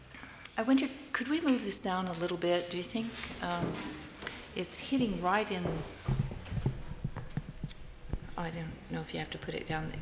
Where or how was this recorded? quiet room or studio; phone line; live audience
live audience